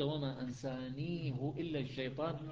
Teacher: هذه قراءة حفص بضم الهاء واختلاس الضمة